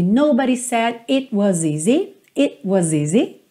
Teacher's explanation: Esse it, você vai perceber uma outra coisa bacana também, que é muito comum tanto no inglês americano quanto no britânico, que é o T não soar e você ter uma pausa muito rápido. It was, ou seja, se eu corto essa vogal, é quase como se já fosse equivalente a colocar essa consoante oclusiva, colocar o T ou o D.